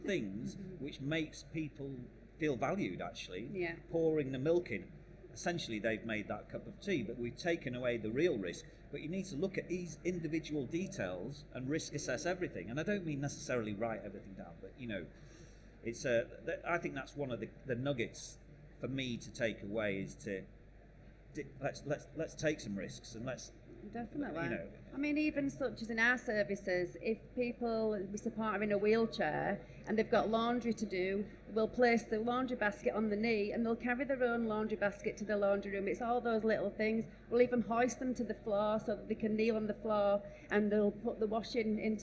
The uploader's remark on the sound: Residential & Home Care Show. This Podcast is a recording of one of the panel discussions.